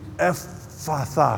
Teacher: the vocal folds hold open and let the air flow through with the F and the Th. And it's a long F.